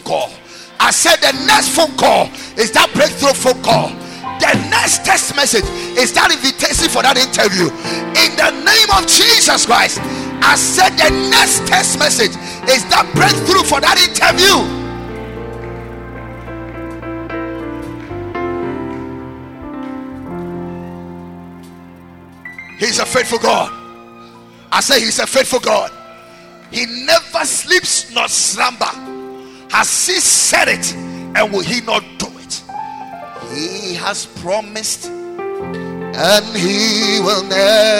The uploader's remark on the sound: Preached at Night of Hope, at the Lighthouse Chapel International, Akim Oda.